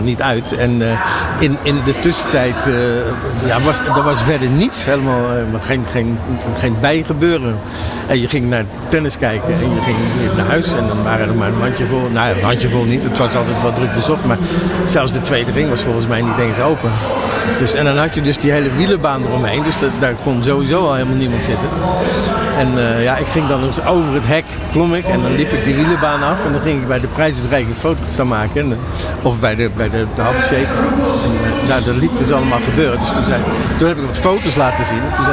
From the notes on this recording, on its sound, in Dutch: ALLsportsradio doet deze week dagelijks live-verslag vanaf het ABN AMRO Open.